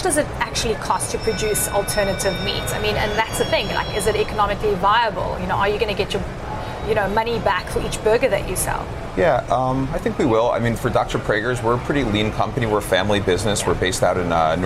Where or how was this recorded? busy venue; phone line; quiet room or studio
busy venue